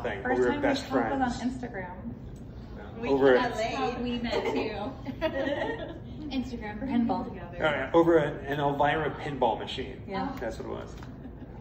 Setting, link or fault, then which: setting, busy venue